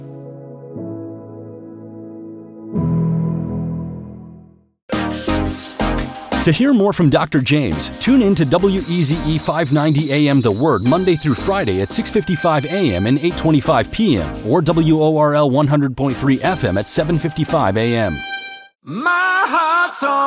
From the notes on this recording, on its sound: preaching at a Church in Boston.